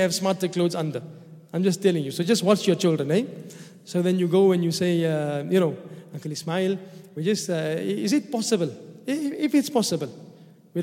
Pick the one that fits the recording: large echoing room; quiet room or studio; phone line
large echoing room